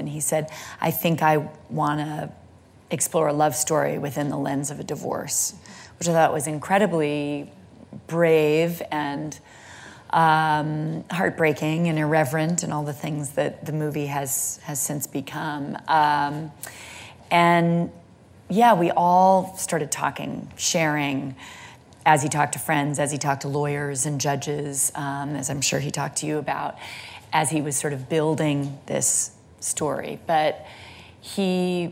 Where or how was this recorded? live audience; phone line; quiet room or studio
live audience